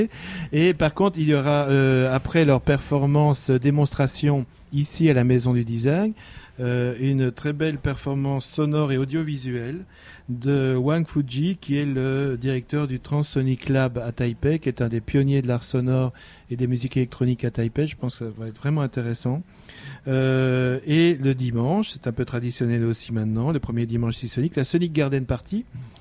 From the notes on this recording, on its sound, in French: Première émission quotidienne en direct du Café Europa dans le cadre de City Sonic 2015.